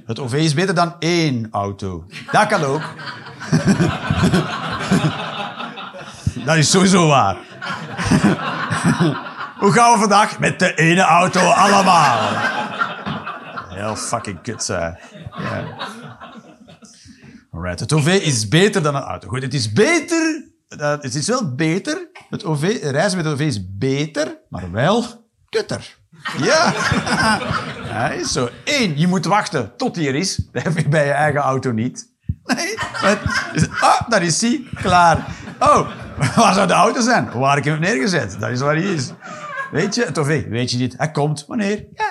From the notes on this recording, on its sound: Live 15 November 2023, Kargadoor, Utrecht.